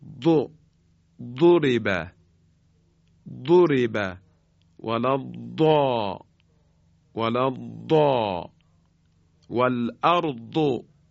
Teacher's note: در حقیقت داد رو به صورت یک دال خیلی درشت، یک دال مفخم در حقیقت ادا می کنیم